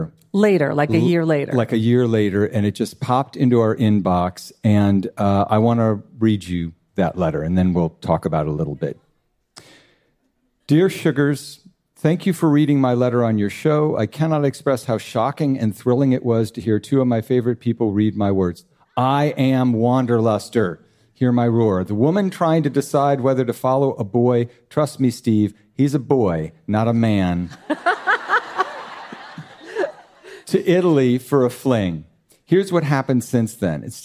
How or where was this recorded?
live audience